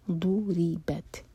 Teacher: تا پر سکون ہے تو وہاں پر ہم سانس جاری رکھیں گے، ہمز کریں گے.